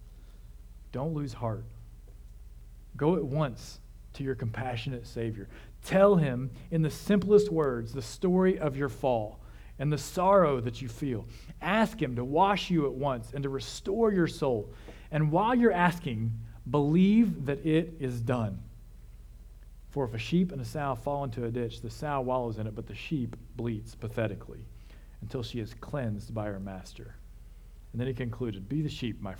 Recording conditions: large echoing room